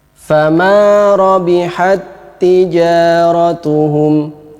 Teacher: Ta yang pertama ini wajib dimasukkan ke ta yang kedua. Maka caranya hilangkan sukunnya, kemudian tasdidlah ta yang kedua. · Term: idgham mutamatsilain